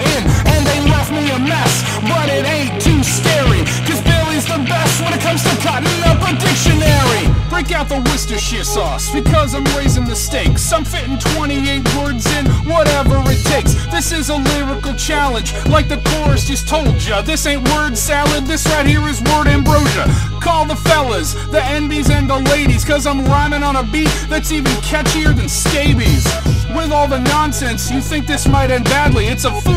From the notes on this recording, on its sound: Record a podcast during their work commute while their car is broken.